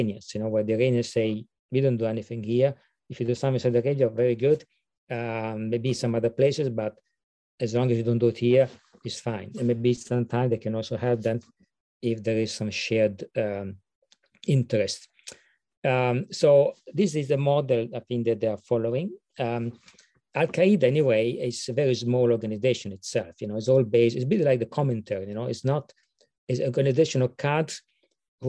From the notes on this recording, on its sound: This public talk was conducted online via Zoom.